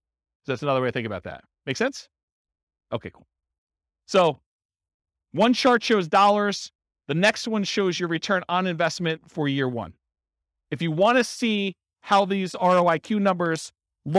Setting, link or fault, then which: setting, live audience